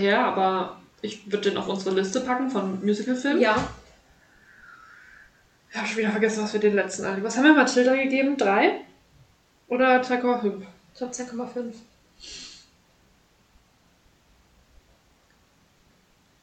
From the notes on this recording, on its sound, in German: Disclaimer: Die Audio wollte diese Folge einfach nicht mit uns kooperieren …